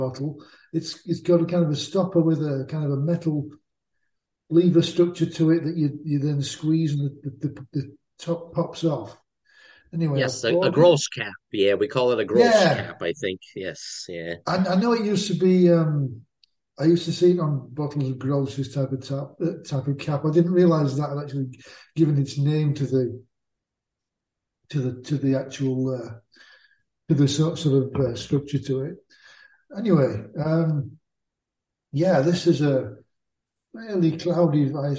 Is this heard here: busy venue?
no